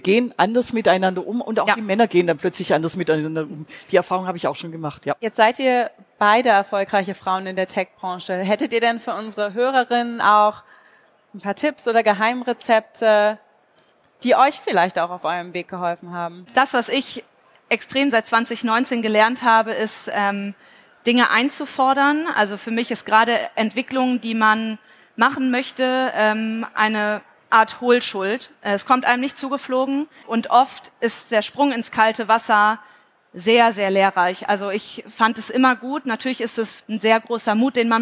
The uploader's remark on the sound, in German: Live vor Ort vom FI-Forum in Frankfurt